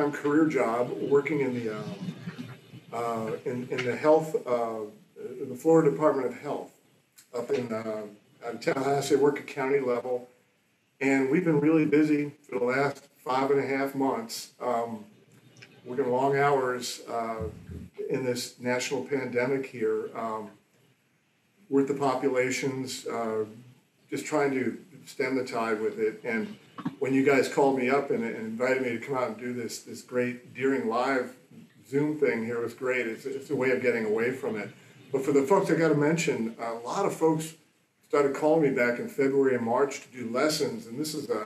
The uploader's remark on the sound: We did experience some technical issues that were out of our control. We decided to leave this unedited.